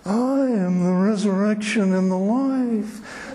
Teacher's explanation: I am the resurrection and the life, in this soft, breathy voice